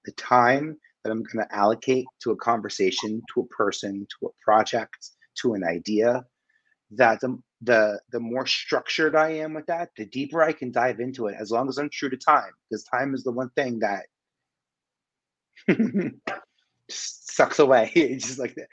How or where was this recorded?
video call